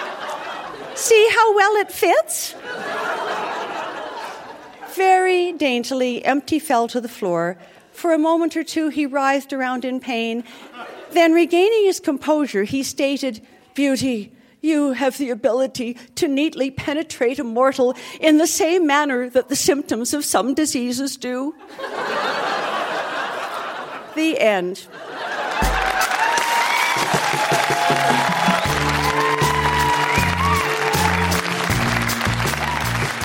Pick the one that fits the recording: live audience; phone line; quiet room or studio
live audience